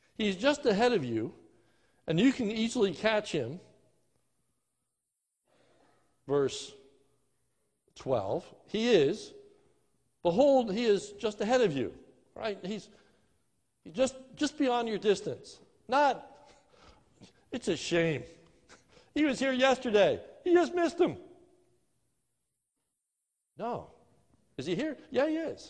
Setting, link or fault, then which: setting, large echoing room